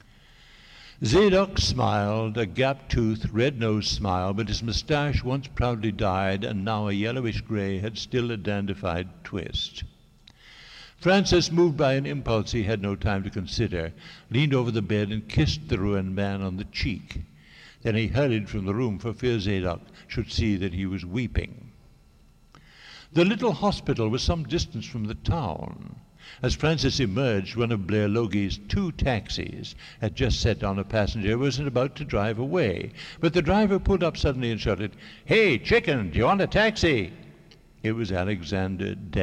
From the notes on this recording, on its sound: 48th PEN International Congress — Public Reading at St. Peter's Church. The fifth and last of the Midday Reading Series events.